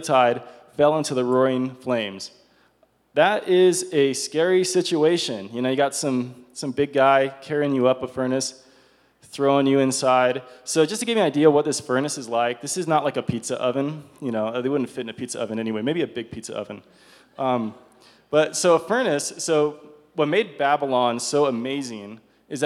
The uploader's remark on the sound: This is a recording of CSU Chi Alpha's Outpost service recorded on 02/09/22.